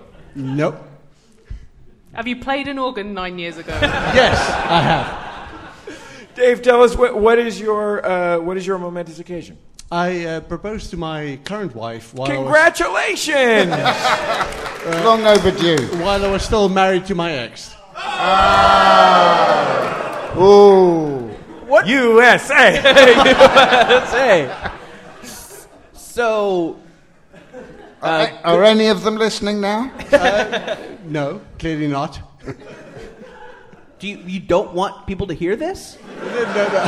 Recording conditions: live audience